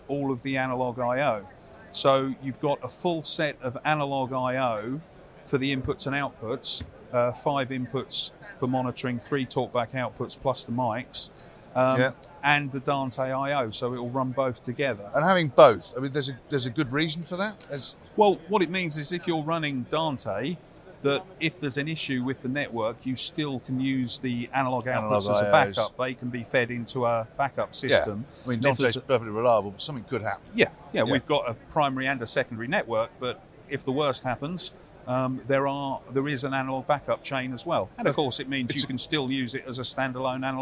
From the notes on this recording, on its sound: At IBC 2023